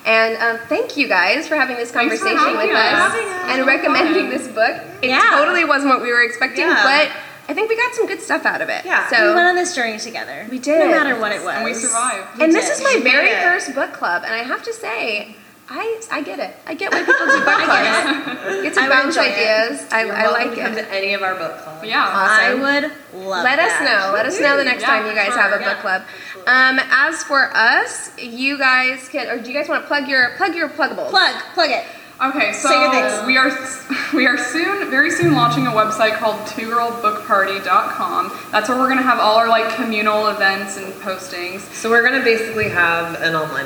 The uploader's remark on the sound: LIVE at the Swallow's Flight.